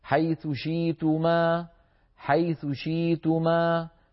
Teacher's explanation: فتبقى الساء ثاء، أؤكد على هذا، ولكن صوتها منخفض وفيها سرعة قليلا · Term: الروم